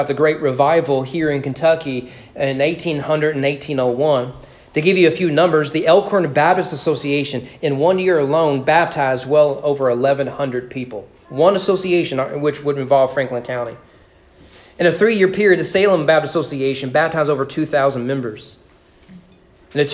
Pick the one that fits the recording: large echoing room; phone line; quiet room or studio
large echoing room